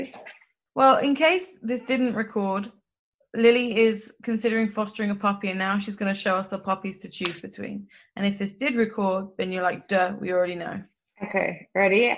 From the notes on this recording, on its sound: Beset by technical difficulties